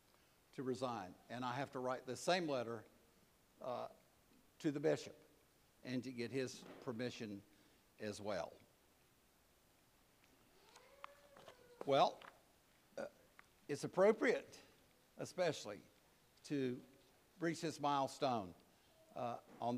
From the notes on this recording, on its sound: preached at All Saints Anglican Church in Charlottesville, VA